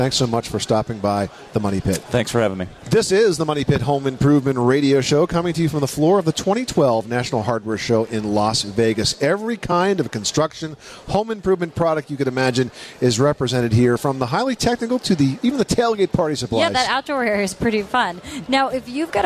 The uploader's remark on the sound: Live from the 2012 National Hardware Show